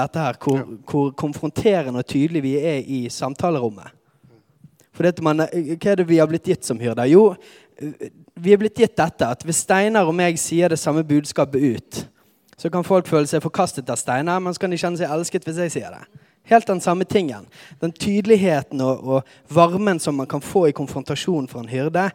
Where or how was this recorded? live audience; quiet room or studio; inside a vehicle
live audience